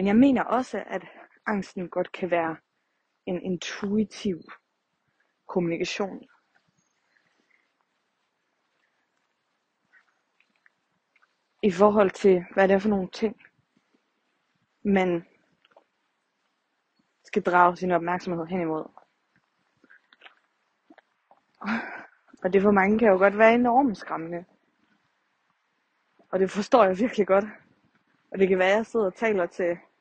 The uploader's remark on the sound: Walk & Talk. I dagens afsnit er jeg ude og gå en tur og tager jer med!